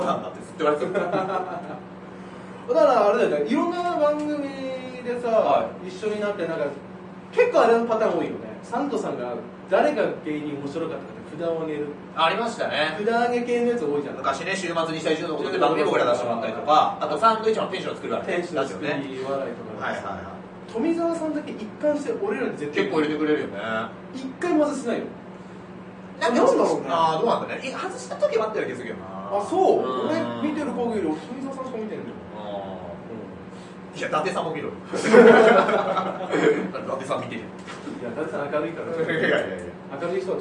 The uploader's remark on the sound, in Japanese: 秋葉原ZERO-Gで行われた公開収録ライブ。